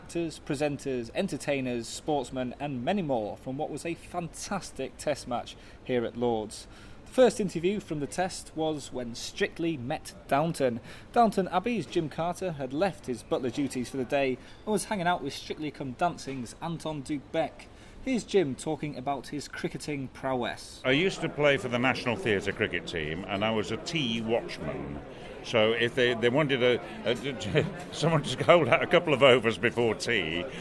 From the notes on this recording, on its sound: At the Lord's Test match. Interviews recorded during the Test match.